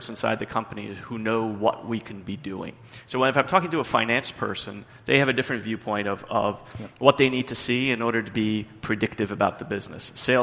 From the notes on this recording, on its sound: In this customer panel at Greyscale, an event hosted by Greylock Partners